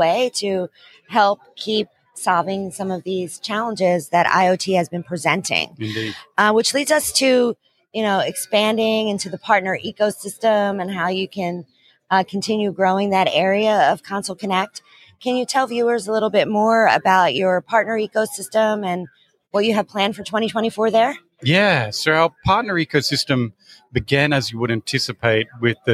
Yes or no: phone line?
no